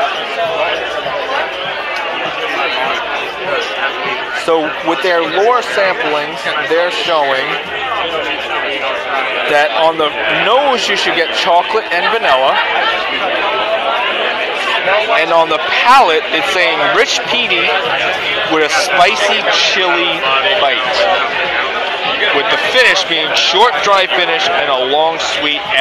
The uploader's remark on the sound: Laphroaig tasting event at Rustic Root in San Diego. Sorry for the audio on this one, it was a loud event.